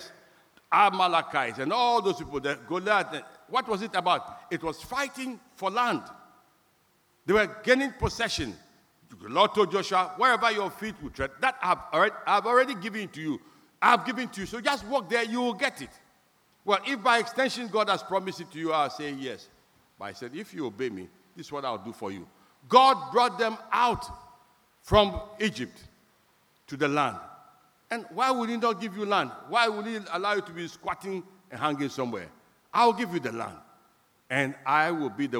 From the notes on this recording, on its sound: Sermon preached at CBC Shiashie Campus